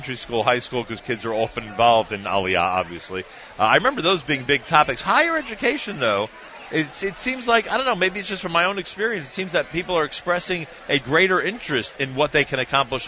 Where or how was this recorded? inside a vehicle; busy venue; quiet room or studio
busy venue